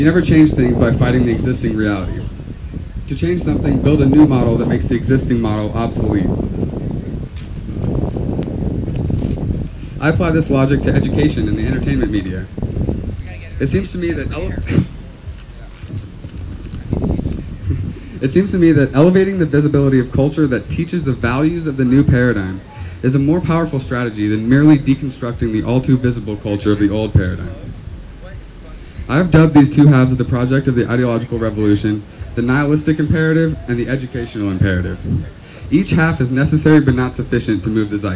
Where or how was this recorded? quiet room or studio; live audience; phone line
live audience